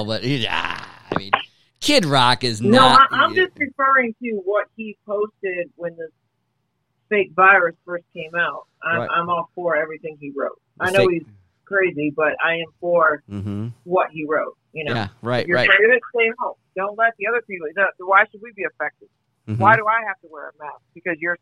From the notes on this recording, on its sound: Live Podcast call to my Hollywood/ slash Vegas high school friend.